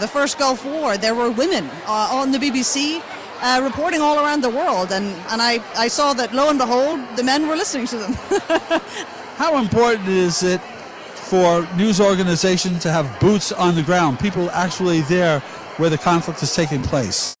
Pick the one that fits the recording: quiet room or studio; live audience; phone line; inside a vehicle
live audience